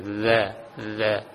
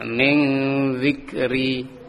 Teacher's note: ujung lisan dengan gigi seri atas